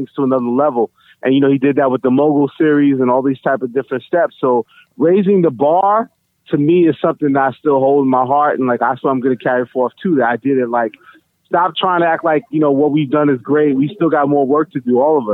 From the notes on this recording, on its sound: Hear phone calls